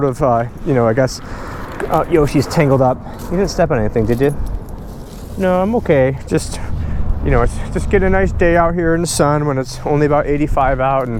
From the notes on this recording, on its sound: On this walk and talk